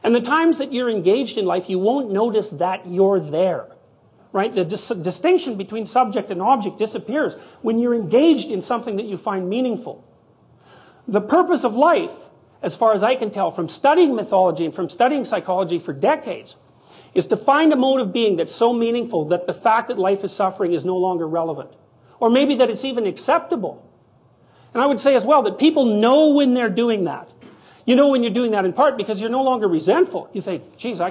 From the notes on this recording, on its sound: This public lecture, recorded by TVO